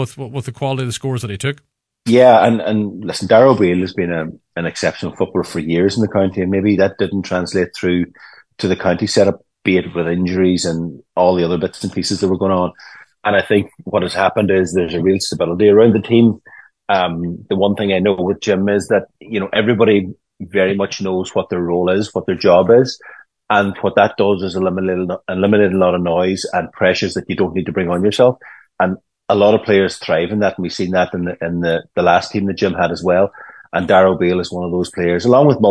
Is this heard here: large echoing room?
no